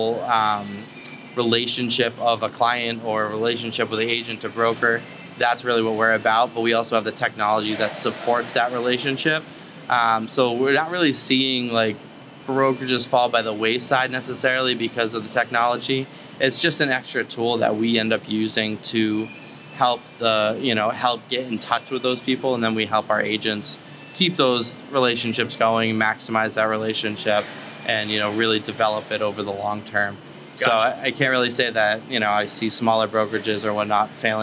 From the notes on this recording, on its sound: We shot live, on location, at Walking Tree Brewery in beautiful Vero Beach, FL.